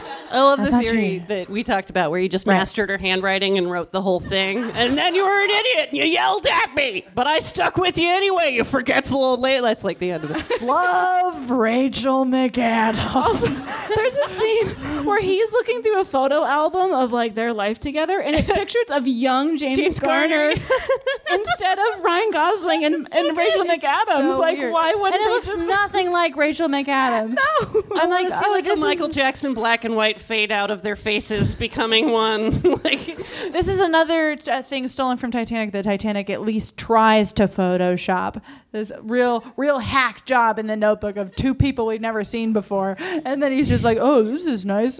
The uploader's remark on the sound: On this live episode of The Bechdel Cast. On this live episode of The Bechdel Cast.